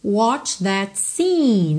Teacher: É um E compridinho aí, mesmo sendo um E só, o som aí é como se fossem dois Es, tá? Scene.